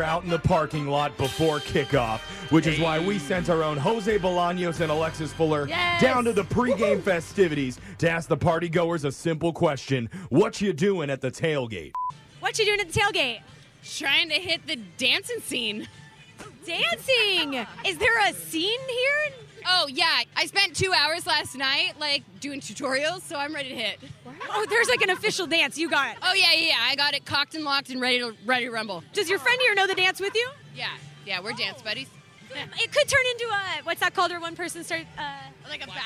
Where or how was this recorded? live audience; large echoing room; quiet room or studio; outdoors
outdoors